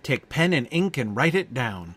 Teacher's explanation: the hard P at the beginning of pen also helps to bring the boom down on that syllable